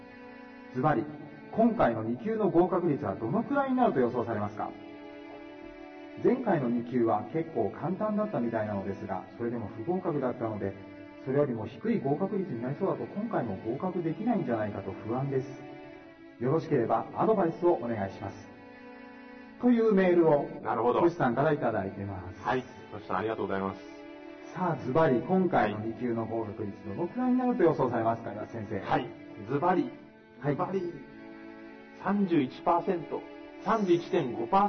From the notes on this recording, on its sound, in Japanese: 音声悪くてごめんなさい。録音時の機材状態により音声が聞きづらいです。